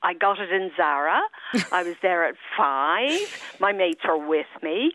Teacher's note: They're little quirks that we hear as American type stuff, and the rising intonation at the end of a declarative sentence